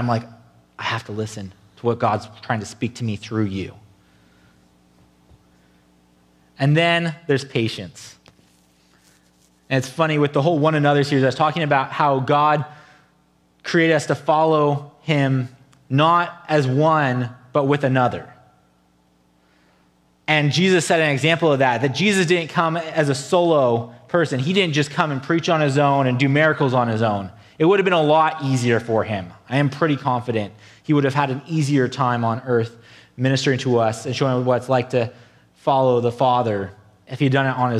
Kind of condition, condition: setting, large echoing room